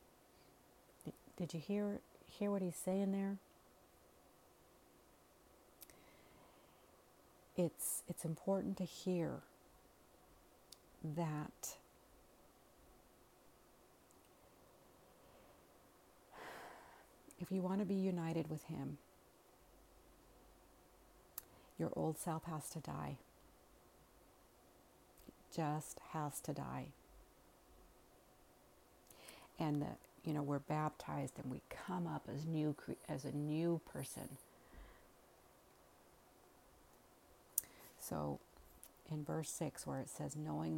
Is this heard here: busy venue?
no